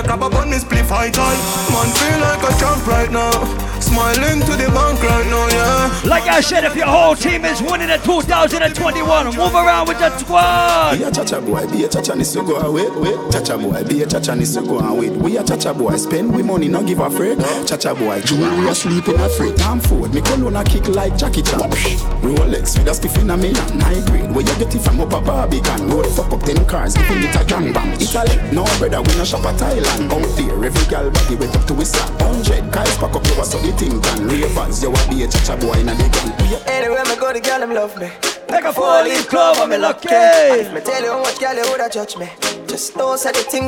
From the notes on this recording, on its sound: Live audio recording of my set at Island Saturdays